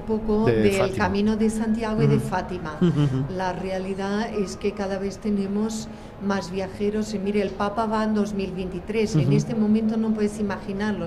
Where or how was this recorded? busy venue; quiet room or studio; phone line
busy venue